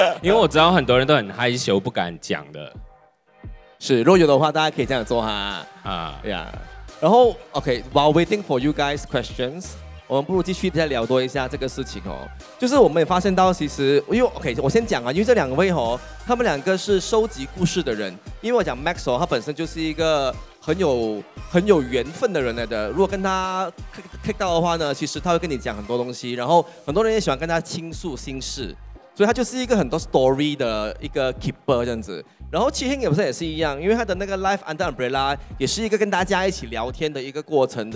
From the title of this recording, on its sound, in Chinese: 首次户外录音：彩虹节现场录制播客